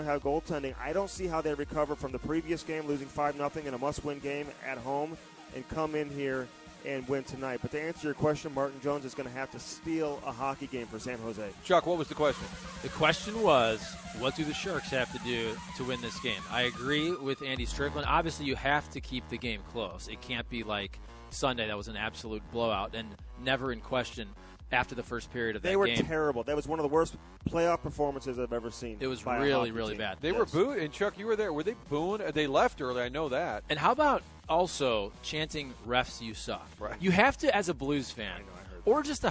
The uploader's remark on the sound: broadcasting live from the Enterprise Center